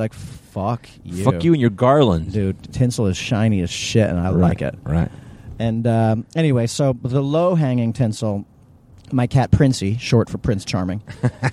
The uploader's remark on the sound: It's a carcast!